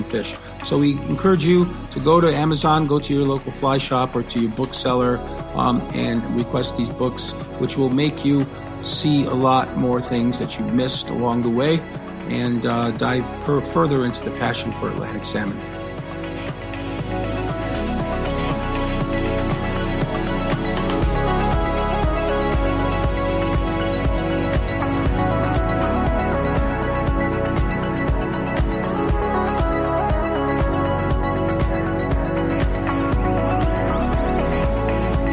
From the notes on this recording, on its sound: This is a special live recording on the banks of the hallowed Pere Marquette River in Michigan at the new 1884 Fly Shop.